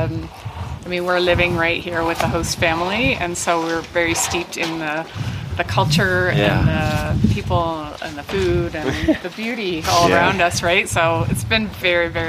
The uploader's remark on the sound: The two-week journey to Mt Everest Base Camp, in the Himalayas in Nepal. This podcast features immersive sound, recorded on location, when listened through headphones you'll feel like you're really there. Like any adventure this wasn't without it's challenges, expect to hear everything.